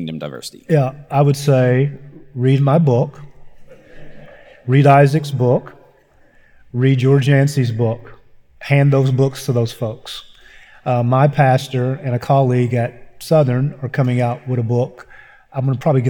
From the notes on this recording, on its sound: Address at Iron City Church, we had a time of Q&A. Takes questions from the audience.